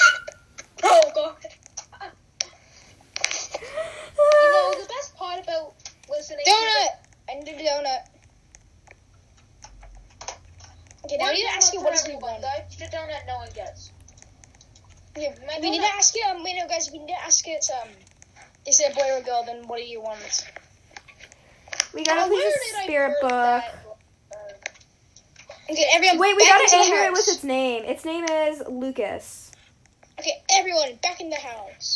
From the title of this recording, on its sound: HEADPHONE WARNING